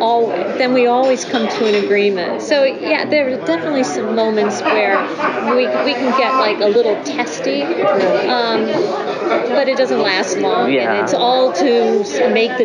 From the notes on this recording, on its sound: live from Feinstein's/54 Below press day